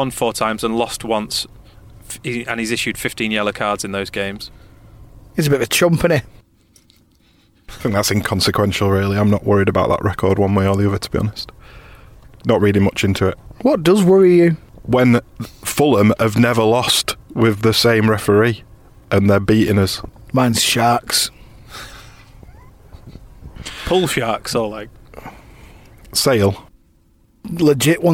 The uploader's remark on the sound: sit in a carpark near Elland Road